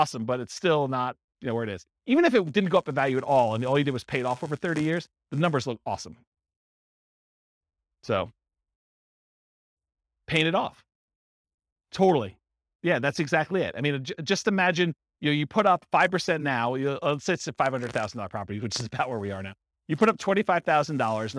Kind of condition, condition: setting, live audience